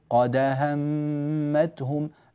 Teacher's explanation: الفتحة أطول من زمن القلقلة، لكن لو قصرت الفتحة نشعر وكأنك قلقلت وأملت القلقلة إلى الفتح. · Term: الفتح الكامل